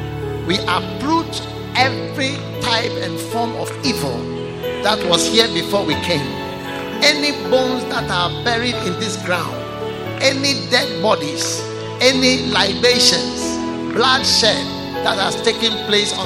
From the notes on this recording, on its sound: Preached at The Way Cathedral, Ayawaso-Ghana